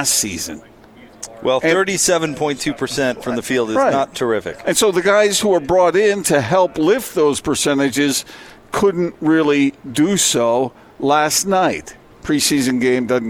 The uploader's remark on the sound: LIVE at Marley's Sliders in South Jordan